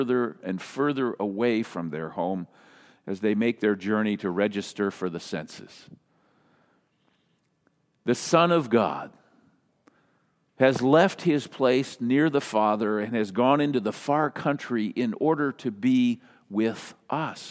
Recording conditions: large echoing room